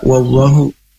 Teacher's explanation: Nah, diawali dengan huruf waw. Makhrajnya ini di dua bibir atau asyafatain dengan dibaca ringan